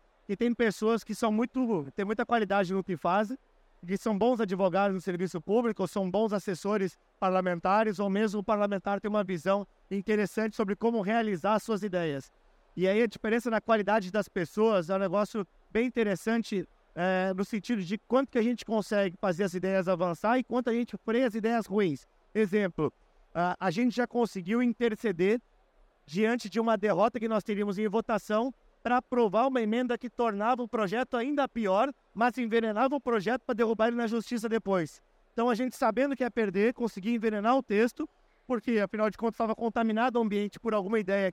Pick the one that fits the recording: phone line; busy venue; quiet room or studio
busy venue